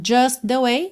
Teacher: But I, aqui juntou com rarara, but I guess that's just the way the story goes. Então, just the way, junta ali num T só